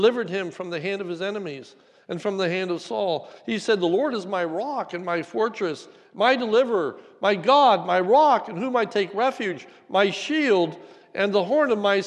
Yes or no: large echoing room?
yes